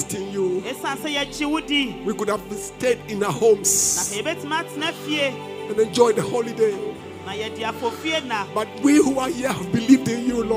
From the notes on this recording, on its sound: Preached at LCC Goshen